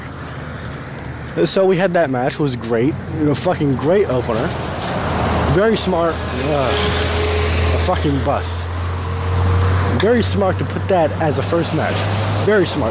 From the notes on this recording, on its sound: Coming from the streets. While walking to the nearest grocery store.